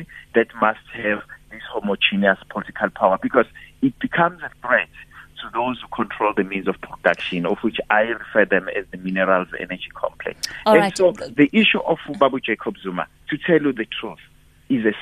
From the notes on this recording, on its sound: we are joined on the line